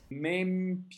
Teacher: the E before the M and P, even though it's two consonants, that doesn't make it an open sound.